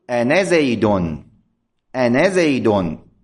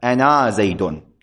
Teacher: أنا كثير من الناس لعله يتصورون أنها لا تسقط منها الألف فيقولون أنا، أنا، لا لا، أنا تسقط منها الألف أثناء الكلام · Shown in: first take